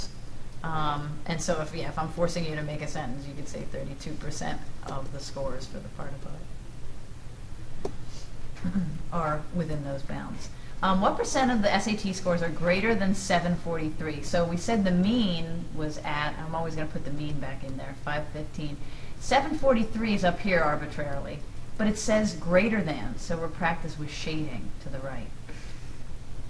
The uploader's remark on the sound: This is a clip fom a live classroom